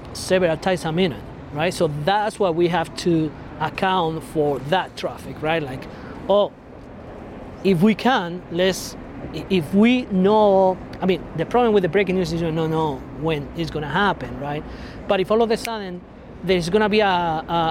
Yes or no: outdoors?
yes